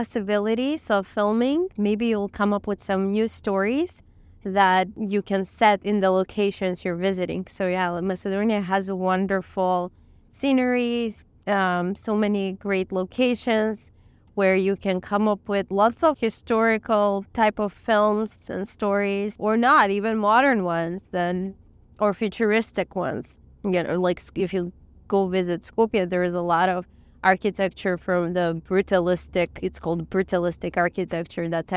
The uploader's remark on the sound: We recorded this episode while driving around Lake Ohrid in Macedonia.